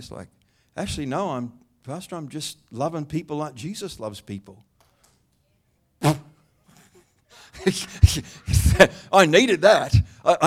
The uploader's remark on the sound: The live stream of Destiny Church Atherton.